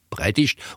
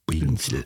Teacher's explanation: Die werden aufgeweicht. Ja, also das P wird bei uns zu B